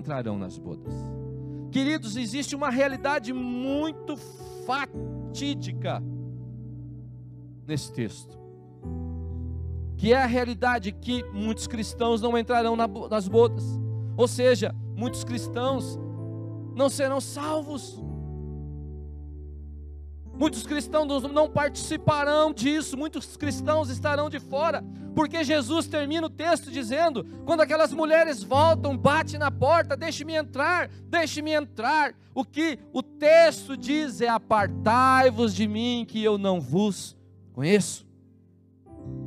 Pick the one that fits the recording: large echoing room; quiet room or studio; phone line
large echoing room